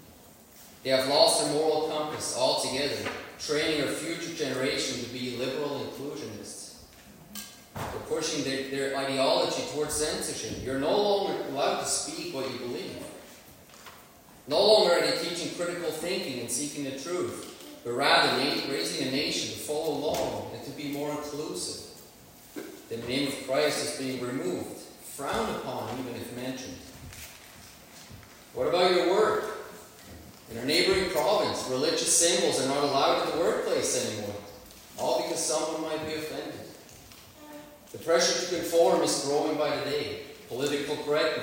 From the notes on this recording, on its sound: Worship Service. Sorry for the poor sound quality.